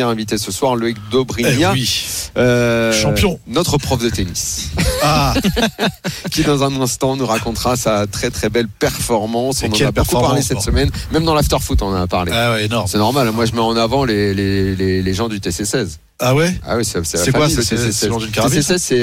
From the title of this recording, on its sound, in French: en direct des WSOP à Las Vegas